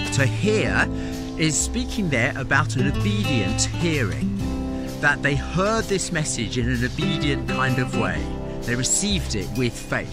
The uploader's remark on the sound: Takes today's morning devotional outside, taking a walk in God's creation.